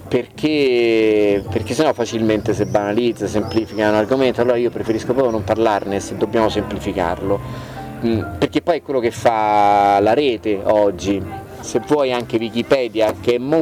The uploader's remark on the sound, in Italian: Nella prima parte abbiamo ascoltato l'intervista registrata durante la prima serata di Antiche Mura Teatro Festival di Cittadella. Nella seconda parte abbiamo ascoltato l'intervista registrata a Segusino.